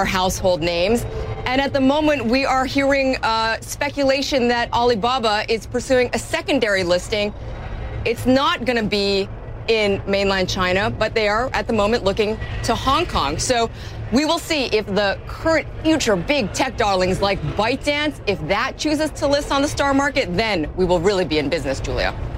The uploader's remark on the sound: live from the New York Stock Exchange